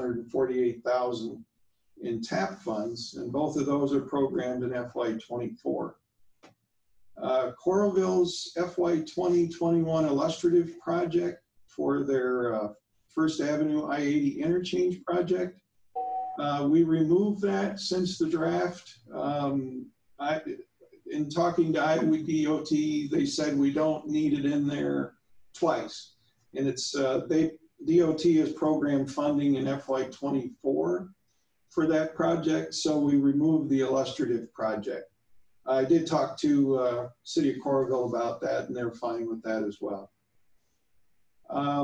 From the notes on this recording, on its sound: Zoom meeting